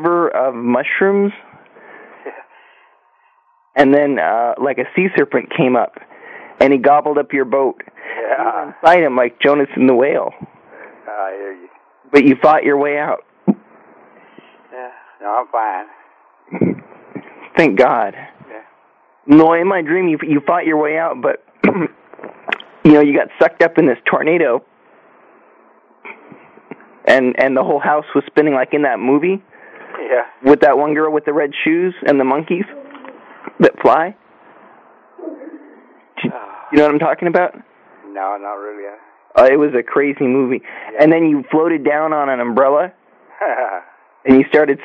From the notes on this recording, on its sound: RBCP's Personal Prank Phone Calls Collection